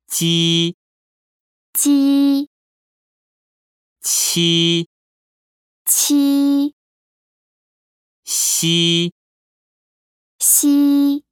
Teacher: 혓바닥을 입천장 앞쪽에 붙였다가 떼거나 가까이 대고 발음합니다.